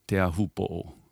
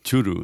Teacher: So the T often turns into like a CH sound. · Shown in: second take · Teahupo becomes Chopo.